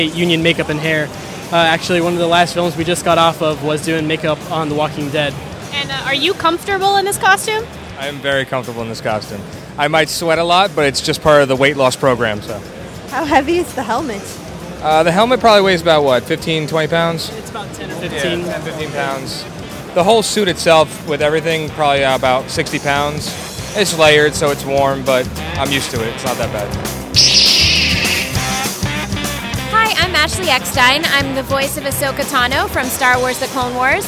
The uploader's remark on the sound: The Oxford Comment visits the New York Comic Con & Anime Festival.